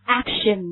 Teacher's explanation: 这个元音呢在英语当中呢它叫前元音。发音的时候呢它整个的舌位非常的低。大家跟我做一下呢，我们把舌尖抵住下齿龈大家抵一下。但是请注意这个时候张嘴的时候呢稍微张大一点，我们把这个牙齿的开合度控制在2个指头。好，我们发一下。然后连起来。action,对不对，比较的往下压的感觉这个我们汉语当中几乎没有这样类似的发音，我们再来发一遍 action, OK,好，那么这个地方我们来看一下它的这个 everyday expression,就是它我们穷尽这个 action 这个核心语汇的所有层次的意思。首先我们看到这个最常见的意思就是行动，对不对，那么行动呢比如说我们说采取行动，大家说这个采取用哪个词呢，当然是用什么 take,非常好，用 take,对不对，我们说 take action,如果我们现在造一句话，现在是该行动的时候了。 Now